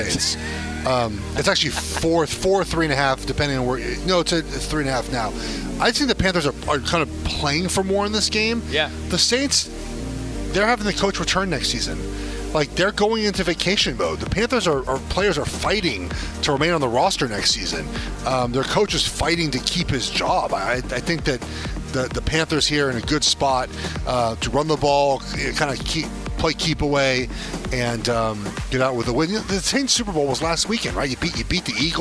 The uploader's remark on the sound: live from BetMGM's brand new sportsbook at Great American Ball Park in Cincinnati!